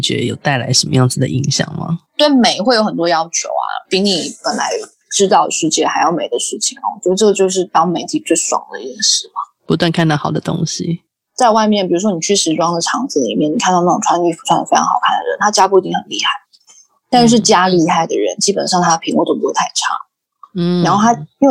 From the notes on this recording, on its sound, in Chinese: 本集訪問有點現場環境音，還請見諒